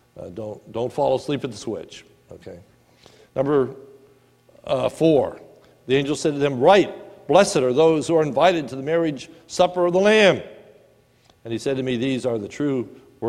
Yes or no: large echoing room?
yes